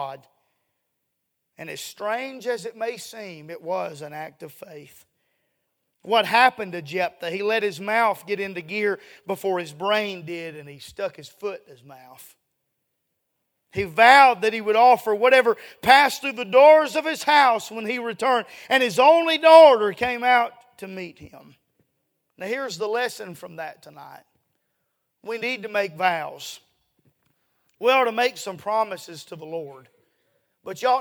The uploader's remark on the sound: A sermon preached Sunday Evening, on July 2, 2023.